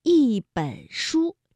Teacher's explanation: 在三声面前读去声